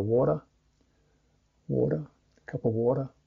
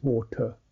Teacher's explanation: These sounds kind of slide. American English would tend to use a D sound, where British would use a T sound, like water.